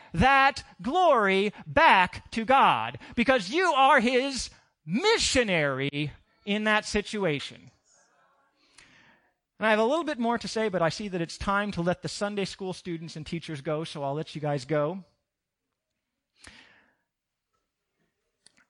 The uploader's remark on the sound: Recorded on 2016-06-12 at the 08:30am Service